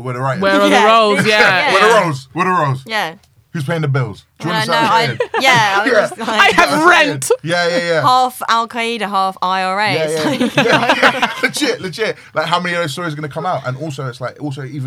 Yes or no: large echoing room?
no